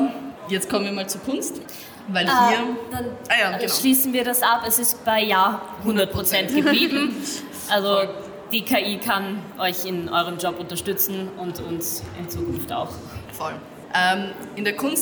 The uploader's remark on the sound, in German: Live auf der Comix